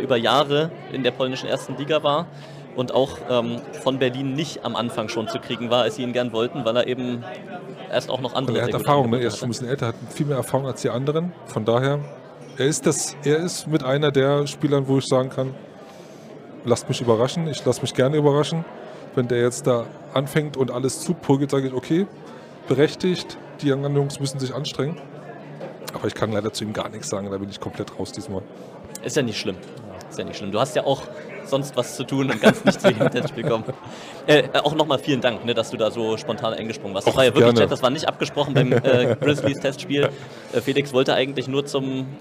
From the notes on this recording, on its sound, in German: Live von der Saisonauftaktfeier. Hinweis: Hierbei handelt es sich um den Mitschnitt der Liveübertragung auf Twitch.